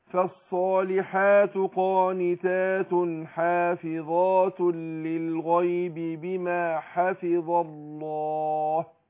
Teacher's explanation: الهاء هنا حرف مستفل مرقق